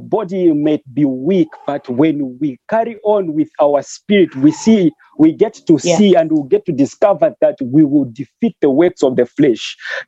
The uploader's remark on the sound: Youth zoom meeting